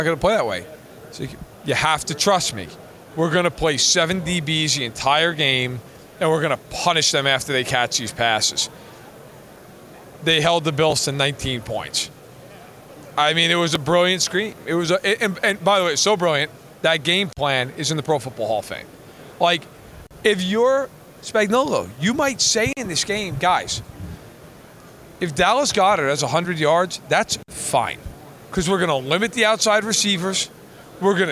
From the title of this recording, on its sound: Live from Super Bowl LVII